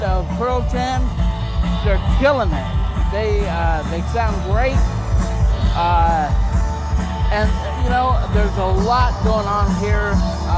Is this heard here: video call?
no